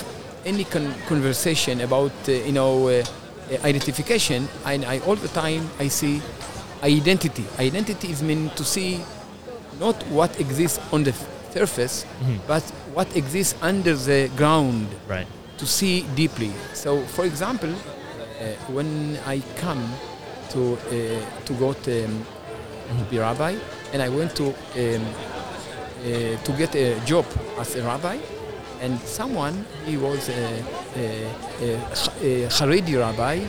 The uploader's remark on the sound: Live From Jerusalem. We were joined LIVE at Shavua HaSefer, Israel's national book week, at Jerusalem's First Station.